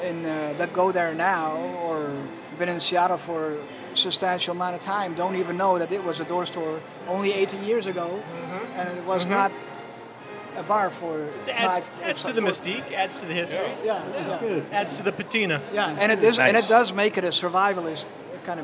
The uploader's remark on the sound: A special guest from Seattle's bar scene. Recorded live at Zoo Tavern on 7/7/2022.